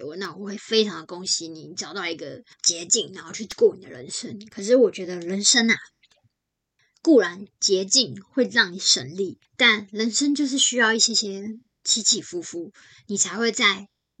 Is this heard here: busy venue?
no